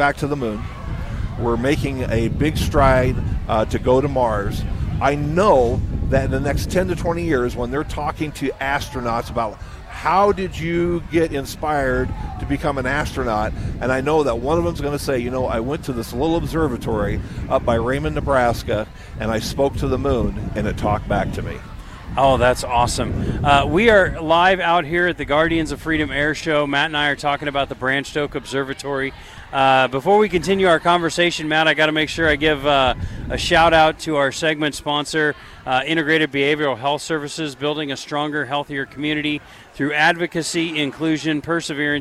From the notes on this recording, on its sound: LIVE from Lincoln Airshow